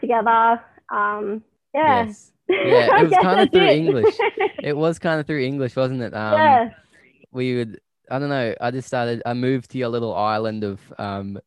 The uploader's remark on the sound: joins me over zoom